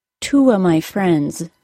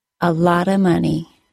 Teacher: so the word of can be reduced to just the schwa sound.